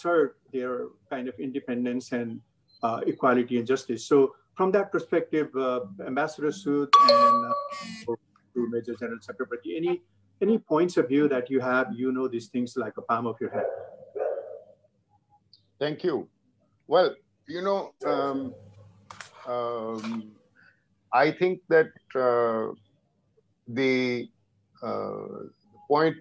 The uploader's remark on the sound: IMPRI International Webinar